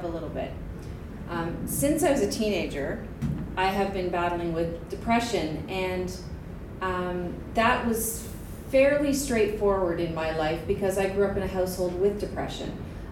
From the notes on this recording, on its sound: Stories Like Crazy LIVE 2019.